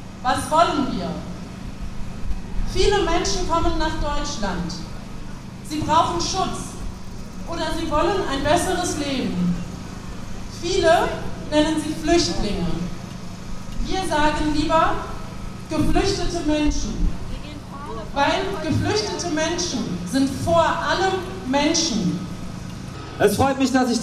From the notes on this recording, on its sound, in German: Eine Democollage vom 1.Oktober 16 in Heidelberg. Trotz zeitweise starken Regens haben 800 Menschen aus ganz Süddeutschland am Samstag für die Rechte von Geflüchteten und gegen die Abschiebepolitik der BRD demonstriert.